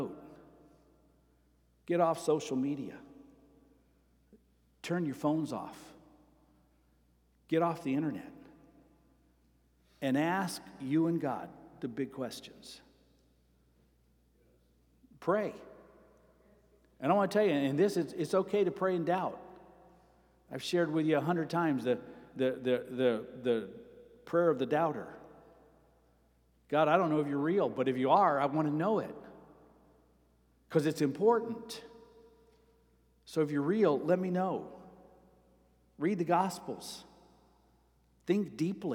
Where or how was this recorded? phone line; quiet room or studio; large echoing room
large echoing room